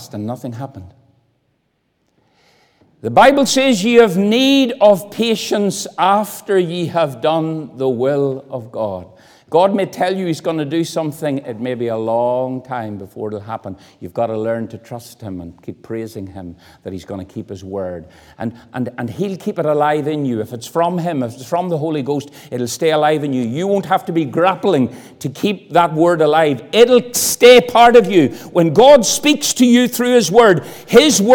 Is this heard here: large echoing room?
yes